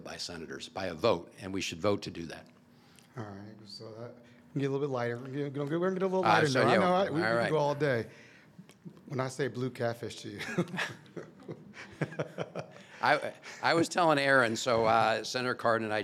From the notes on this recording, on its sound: This year’s MACo Summer Conference featured a live recording of the No Pix After Dark Podcast